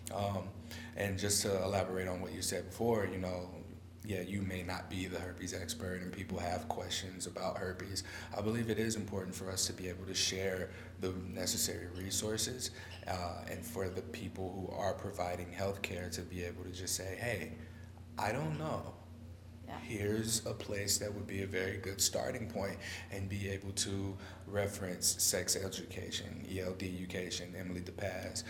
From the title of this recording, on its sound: Live From STD Engage